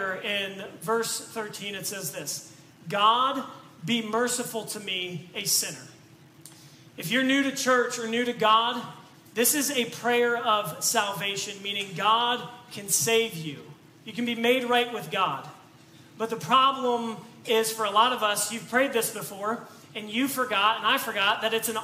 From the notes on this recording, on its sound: This message was preached on October 2, 2022 at FIVE39 Church.